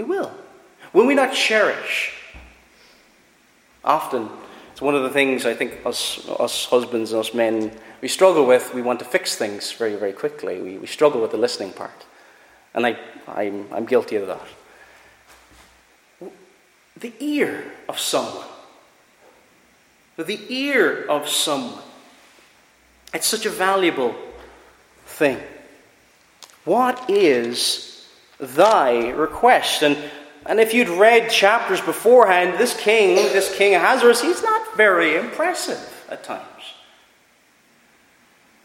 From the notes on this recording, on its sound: Preached at Ballyclare - Doagh Free Church